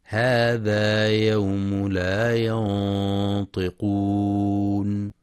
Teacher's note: وفي قوله تعالى: هذا يوم لا ينطقون، ينتبه القارئ لتفخيم غنة الإخفاء حيث جاء بعد النون الساكنة حرف الطاء، وحرف الطاء من حروف الاستعلاء والإطباق فهي مفخمة والغنة تابعة للحرف.